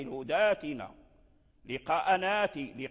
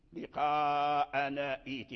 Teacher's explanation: إذن هذا الألف ديال الهداتنا التي سمعناه من المد الطبيعي هو هذه الهمزة الهمزة الساكنة لما أبدلت حرف مدين مددنا عليها · Shown in: first take